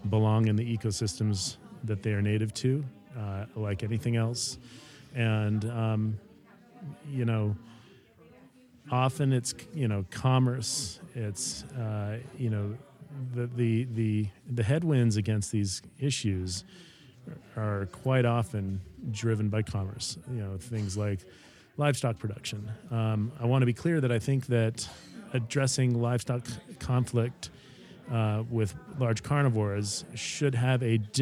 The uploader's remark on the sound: This is the first of our podcasts recorded at The 2023 Yellowstone Wolf Summit in Gardiner, Montana!